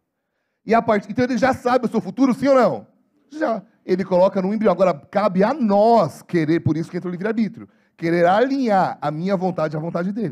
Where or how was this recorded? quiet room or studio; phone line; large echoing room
large echoing room